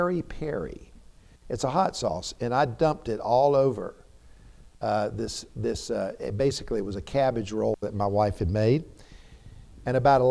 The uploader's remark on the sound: preached a timely sermon in the TBC pulpit